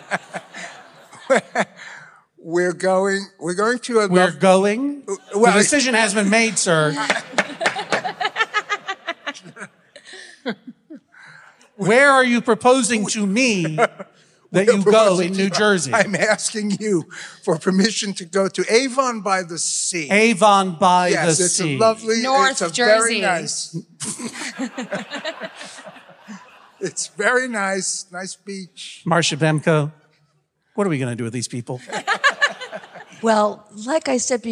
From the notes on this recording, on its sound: This episode was recorded in front of a LIVE audience on the Van Freaks Roadshow! All the way from The Wilbur in Boston.